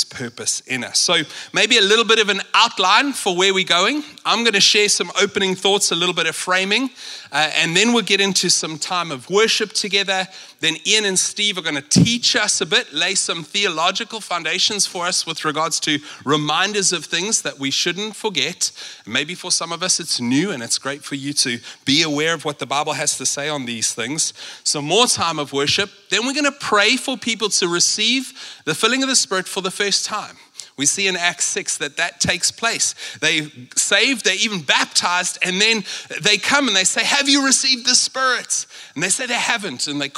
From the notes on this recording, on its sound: at Common Ground Church Rondebosch on the 17th of May 2023